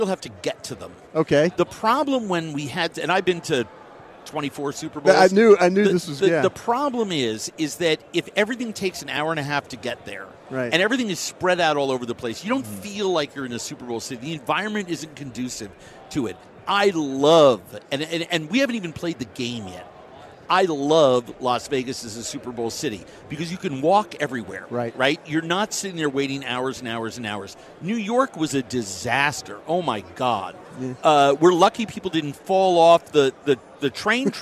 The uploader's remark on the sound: live from Super Bowl Radio Row